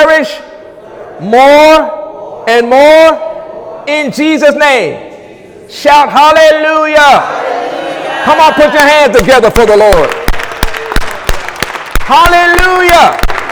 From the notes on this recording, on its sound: During Sunday morning service